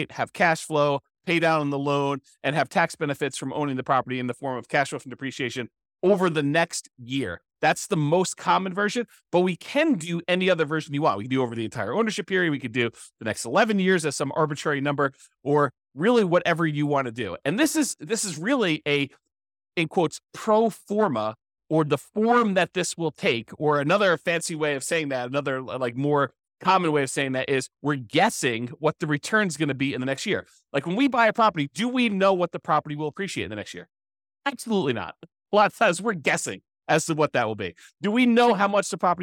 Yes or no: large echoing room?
no